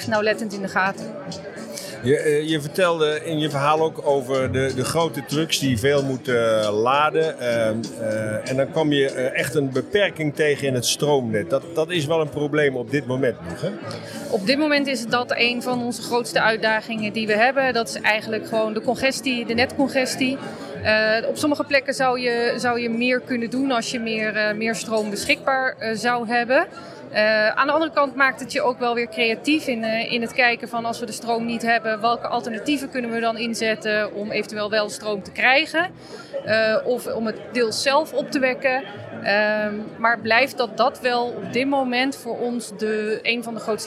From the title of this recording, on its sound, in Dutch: Live vanaf de RAI Mobility Shift